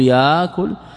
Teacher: إذا يأكل هذا مضارع أكل فيه همز ساكن عقب فتح، فإن شئت خففت الهمز بإبداله ألفا فتقول ياكل، وإن شئت أبقيت الهمز على حاله فتقول يأكل بالهمز.